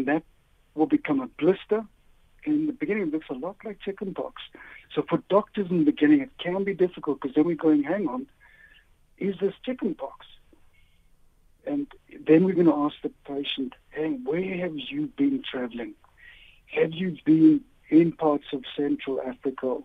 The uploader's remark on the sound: Guest on the line